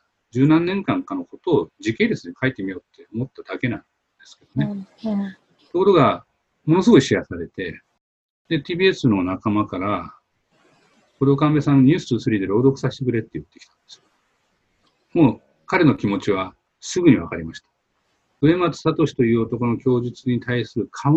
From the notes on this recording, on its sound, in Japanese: 本番組はオンライン会議ツールZoomを使用して録音しております。通信環境の問題により一部聴き取りづらい箇所があることをご了承くださいませ。